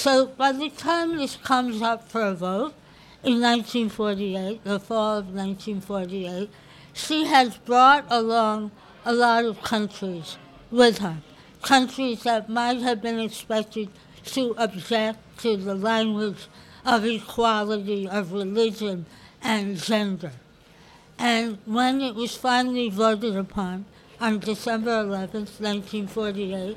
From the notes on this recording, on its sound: This podcast was recorded on the porch of Gebhard's Beer Culture Bar.